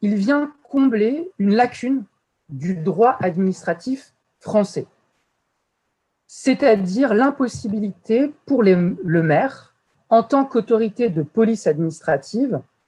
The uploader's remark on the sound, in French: Enregistré sur zoom